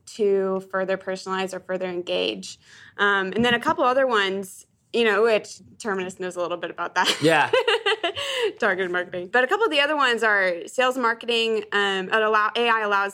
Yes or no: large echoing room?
no